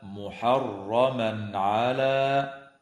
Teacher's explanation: ويظهر التنوين عند العين في قوله تعالى محرما على